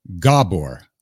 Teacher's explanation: There's the accent on the first syllable